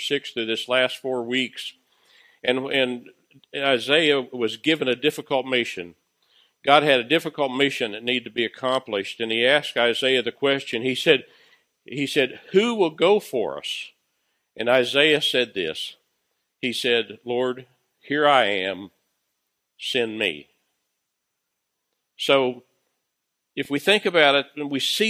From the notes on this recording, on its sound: Recorded live at Freedom Fellowship Church in Tontitown, Arkansas on Sunday, October 4, 2020.